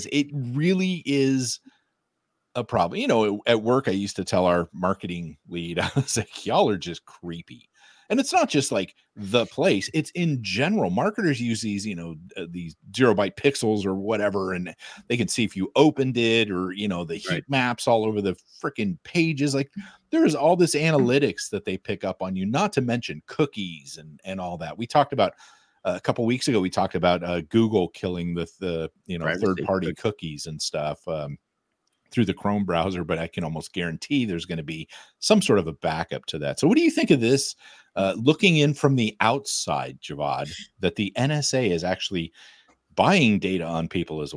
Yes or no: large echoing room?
no